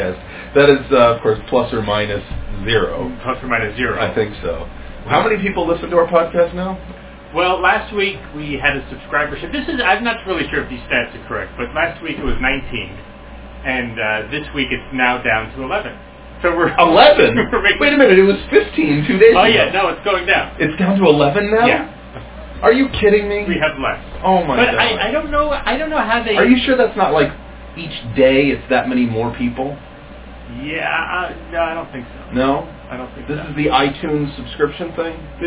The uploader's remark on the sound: We screwed up the sound quality (worse than in the first eight episodes).